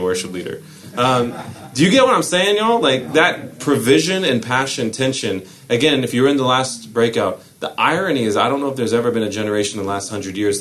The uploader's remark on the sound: This episode is from Leadership Network, recorded at the National Disciple Making Forum.